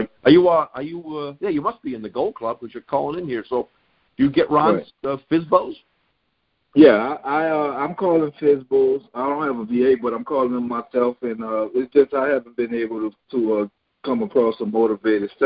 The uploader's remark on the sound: Gold Club Q&A Call